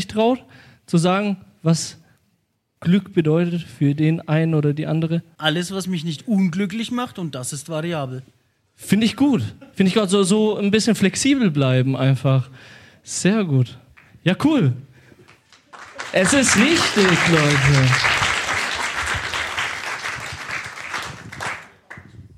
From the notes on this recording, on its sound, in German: Hatten wir unseren ersten Liveauftritt! Im Afterwork in Nürnberg hatten wir die Ehre, vor dem besten Publikum, in einer coolen Location und in der Gegenwart von tollen Unterstützer*innen eine Good News Folge aufzunehmen.